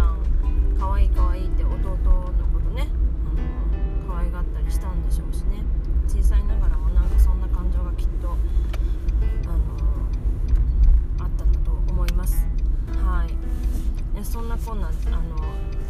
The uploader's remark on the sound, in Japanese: マーケットに行く途中の車の中から配信しました